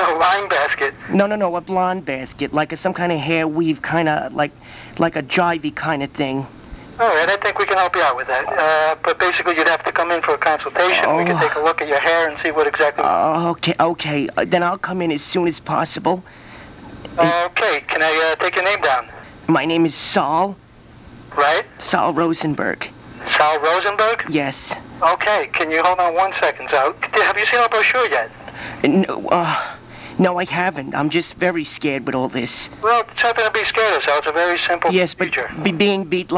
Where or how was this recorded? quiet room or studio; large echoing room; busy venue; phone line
phone line